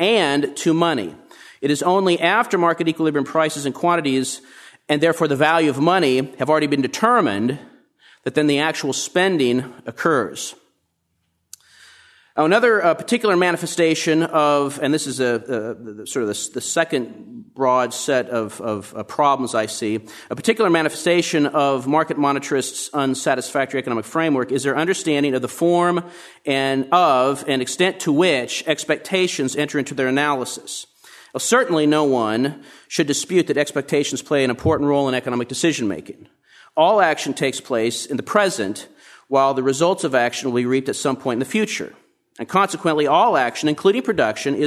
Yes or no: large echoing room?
yes